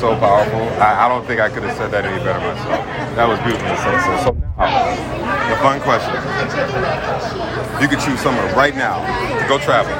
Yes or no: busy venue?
yes